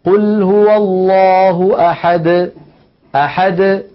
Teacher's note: ليس بعد الدال حرف، فالدال وقلقلتها تخرج واضحة جلية · Term: القلقلة